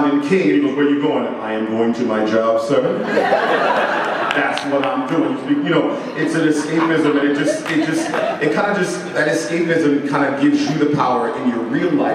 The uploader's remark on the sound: Black Panther NYCC 2016 Panel_1.mp3.